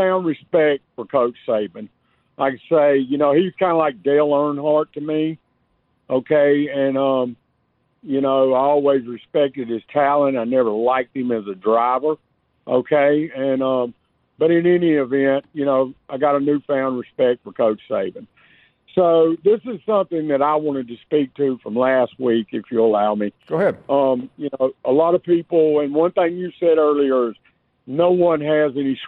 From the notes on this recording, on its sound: We continue taking your phone calls on this very special Martin Luther King Day, holiday.